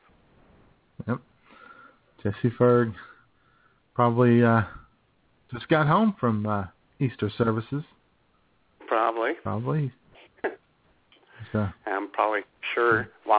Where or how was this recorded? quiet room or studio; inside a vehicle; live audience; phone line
phone line